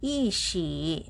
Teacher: you pronounce the word e as fourth tone here